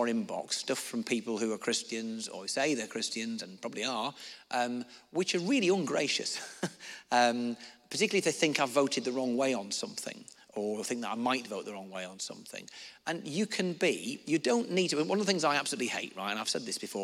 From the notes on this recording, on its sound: answered questions from the audience